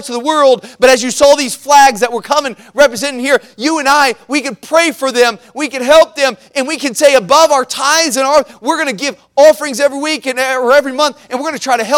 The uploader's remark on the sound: at the Missions Conference on March 26, 2023, at Victory Baptist Church in Boonsboro, Maryland.